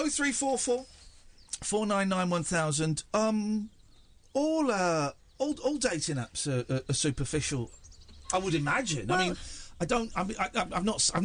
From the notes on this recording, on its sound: The show comes live from the countryside